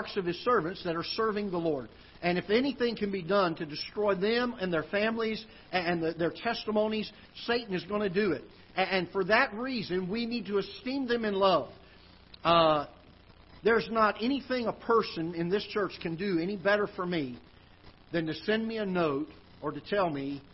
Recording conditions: large echoing room